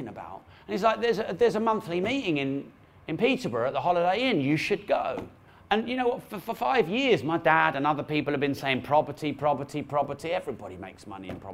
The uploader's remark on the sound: With insightful questions from audience members